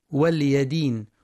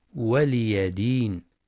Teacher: والصواب واليدين بكسر اللام وفتح الياء · Shown in: second take